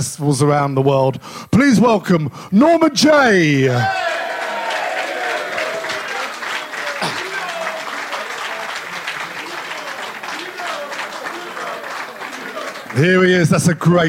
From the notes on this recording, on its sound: Live from Cafe Berlin in the heart of Madrid just hours before kick off of our most important match this century, we bring you a room full of devoted Lilywhites